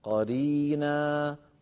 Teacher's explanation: المد العوض أيها الإخوة بمقدار حركتين، قرينا ولا يزيد على ذلك، لا يصح تطويله عند الوقف.